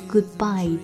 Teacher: good 和 bye 的根本两个爆破音相连啊。Goodbye 的失去爆破